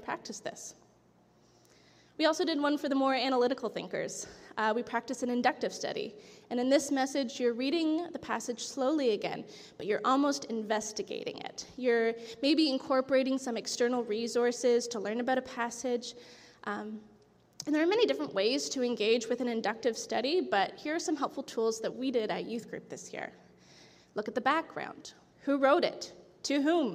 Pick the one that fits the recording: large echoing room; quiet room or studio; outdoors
large echoing room